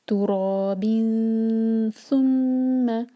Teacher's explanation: دو seconds کے ساتھ من تراب ثم تو را را ہیوی اور دو حرکہ باقی نیچے جو تنوین ہے وہ سلائڈنگ تنوین ہے اس کے بعد ہے ث تو یہاں پر ہم کریں گے اخفاء اور اس طرح کہ ہماری زبان ث کے لیے تیار ہو